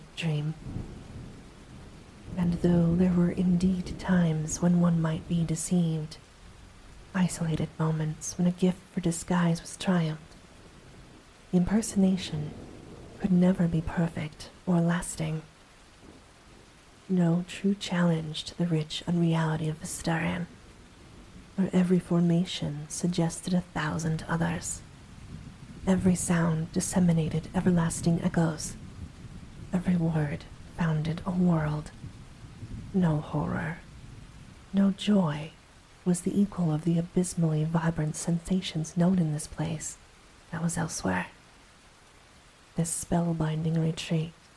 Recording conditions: sounds in the background